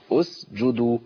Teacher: ان انا عندي السين من طرف اللسان والجيم من وسط اللسان والدال من طرف لسان ثاني، فهي حركة اللسان هي دي اللي بتبقى مشكلة.